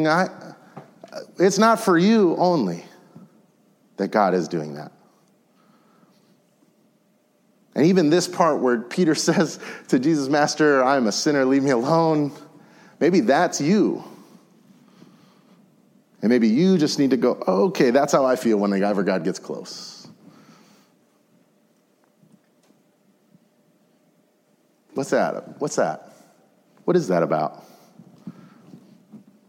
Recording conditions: large echoing room